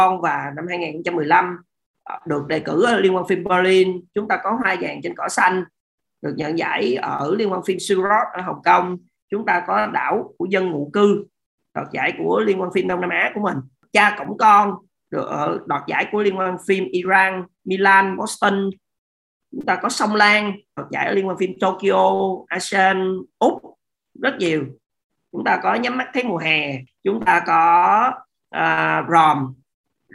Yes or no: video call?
yes